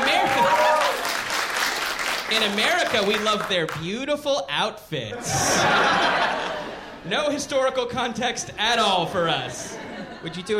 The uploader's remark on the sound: Live in London